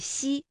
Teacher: 舌面的前部要接近硬腭的前部，留出一个窄缝，气流从缝中挤出，摩擦成声